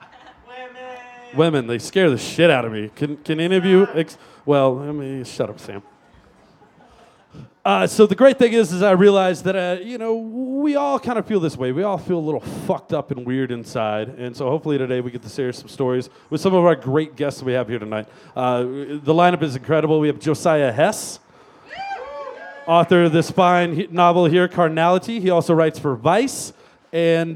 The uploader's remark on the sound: Recorded October 8th, 2015 at Mutiny Information Cafe!